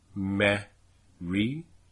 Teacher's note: the Merry set is realized as dress plus R